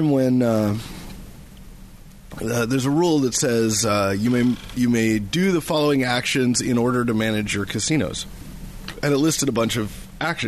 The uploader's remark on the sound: This episode was recorded at Wizards Keep Games in Renton